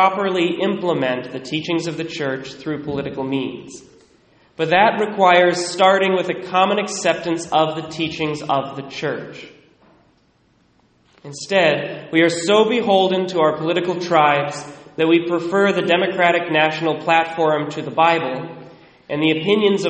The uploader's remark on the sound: Recorded at Immaculate Heart of Mary in Sedro-Woolley, 11:15am Mass